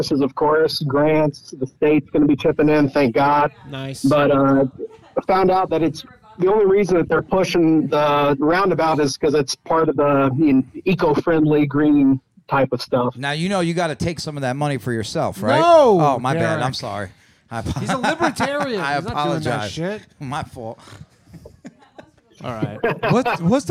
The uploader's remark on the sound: The Bathhouse is a live call-in show recorded from the green room of The Stand Comedy Club in New York City.